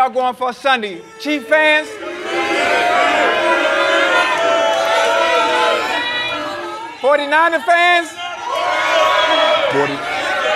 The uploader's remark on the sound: LIVE from Resorts World Las Vegas.